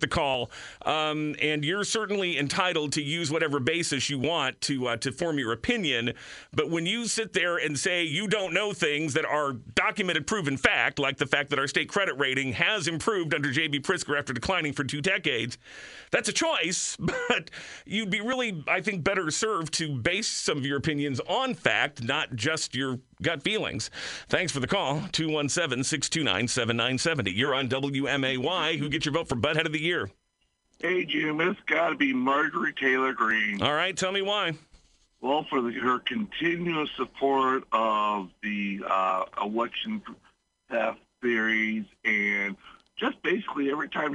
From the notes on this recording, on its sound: listeners call